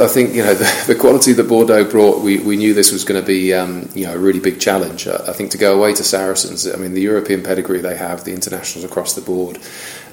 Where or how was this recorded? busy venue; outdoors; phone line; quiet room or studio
busy venue